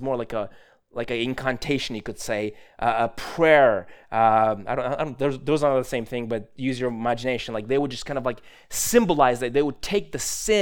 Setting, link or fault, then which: setting, large echoing room